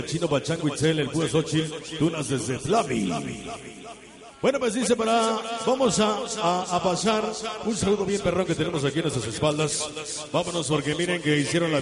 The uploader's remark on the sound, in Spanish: EN VIVO EN TLAXCOAPAN HGO.